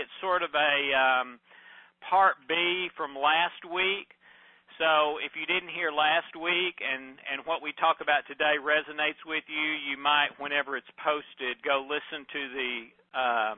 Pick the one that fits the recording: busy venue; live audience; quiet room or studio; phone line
phone line